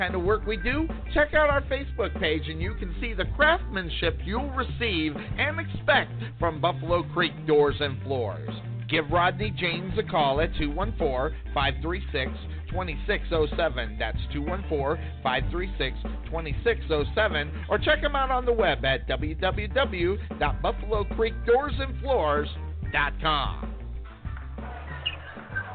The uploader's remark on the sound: Live Play-by-Play Texas HS Basketball